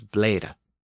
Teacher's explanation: So it had a long vowel and a single D after that vowel sound.